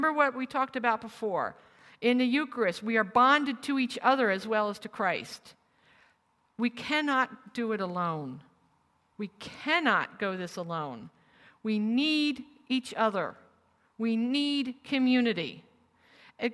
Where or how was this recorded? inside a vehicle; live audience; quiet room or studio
live audience